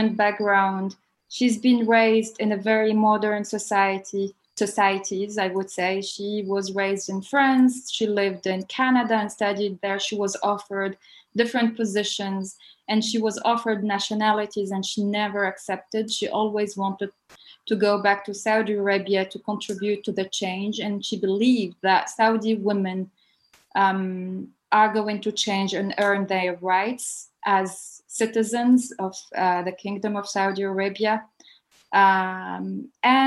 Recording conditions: video call